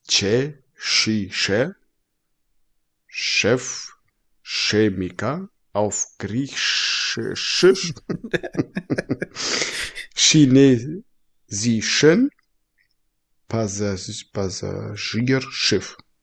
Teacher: Alles mit Tsch. Also überall, wo quasi also irgendwie ein CH oder ein SCH ist, na, sagst du nur Tsch.